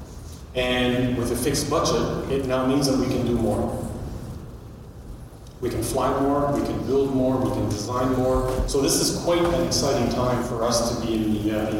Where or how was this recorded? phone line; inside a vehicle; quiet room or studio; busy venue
busy venue